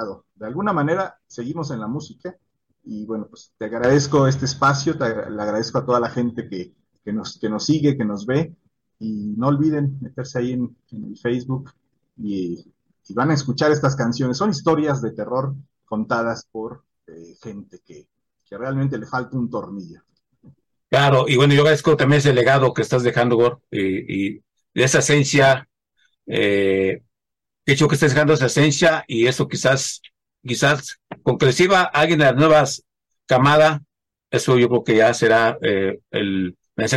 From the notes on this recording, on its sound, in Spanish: Charlamos via zoom